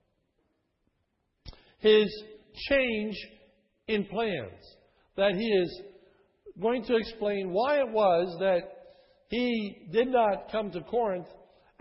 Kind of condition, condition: setting, large echoing room